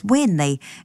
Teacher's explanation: tēnei is often heard as wēnei in some iwi in Te Arawa